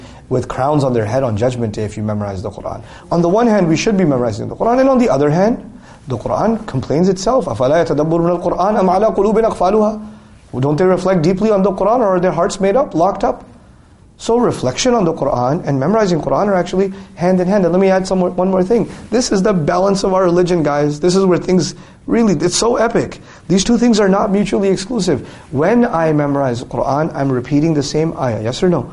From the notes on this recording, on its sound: during a live lecture on the 2015 Gulf Tour